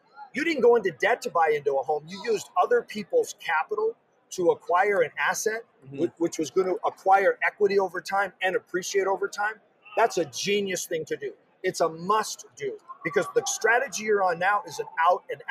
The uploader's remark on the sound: Live From D2D-Con